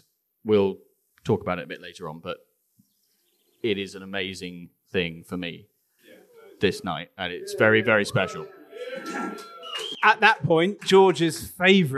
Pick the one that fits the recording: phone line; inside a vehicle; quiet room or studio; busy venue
busy venue